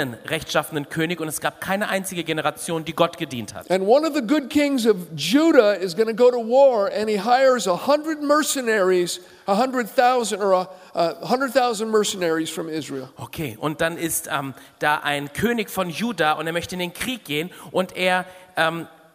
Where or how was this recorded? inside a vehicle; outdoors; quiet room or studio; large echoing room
large echoing room